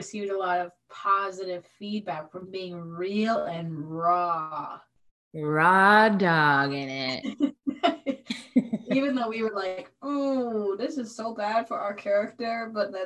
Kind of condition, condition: link, video call